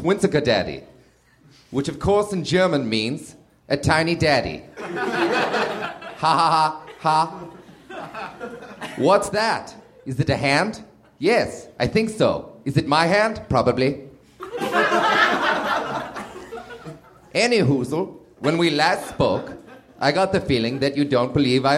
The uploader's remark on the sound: Recorded August 20, 2013 at the nerdmelt theater in LA.